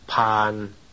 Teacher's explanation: Consonant plus long vowel plus nasal